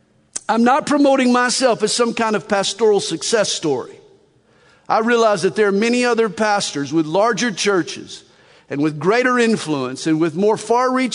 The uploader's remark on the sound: From the Northern California and Nevada Calvary Chapel Pastor's & Leaders Conference October 4, 2021.